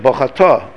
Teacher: the Reish gets swallowed up and the U sound gets swallowed up